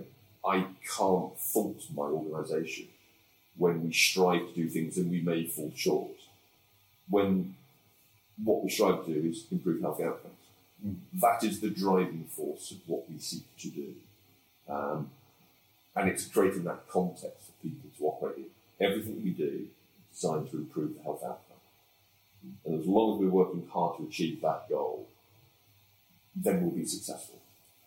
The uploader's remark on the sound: we apologise for the poor quality of this audio